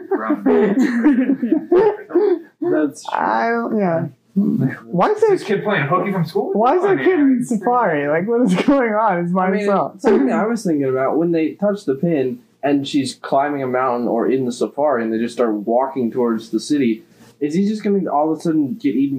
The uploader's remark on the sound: This episodes audio quality...mediocre.